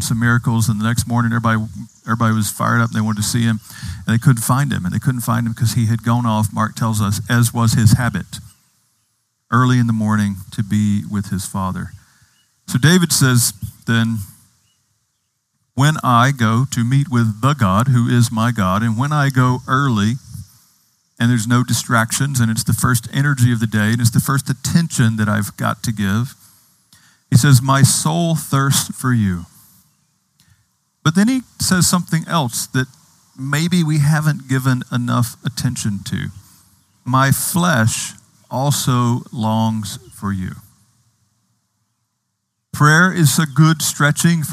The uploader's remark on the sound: Outdoors this Summer, outside the Retreat House. On the beautiful and scenic campus of Gordon Conwell Theological Seminary 130 Essex St, South Hamilton, MA 01982.